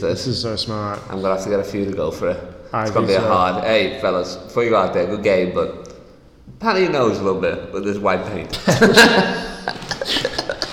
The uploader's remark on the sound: we live from his new warehouse in Sydney!